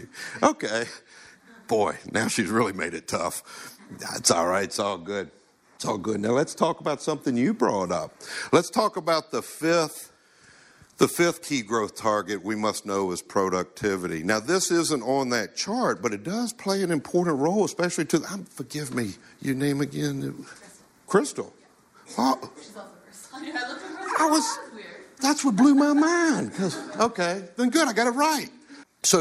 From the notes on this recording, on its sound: We recorded this talk back in October of 2019 at LashCon. This was one of about 28 presentations we had over two days.